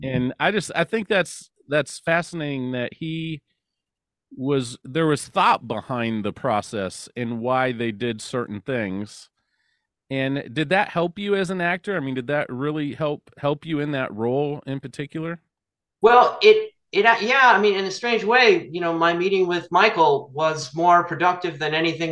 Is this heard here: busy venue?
no